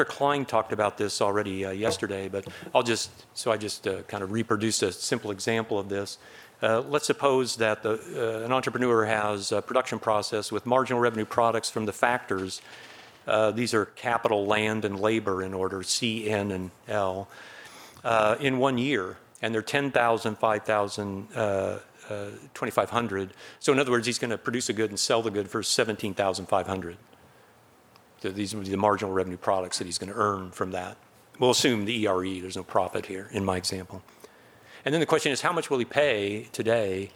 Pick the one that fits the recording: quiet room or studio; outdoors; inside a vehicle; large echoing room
large echoing room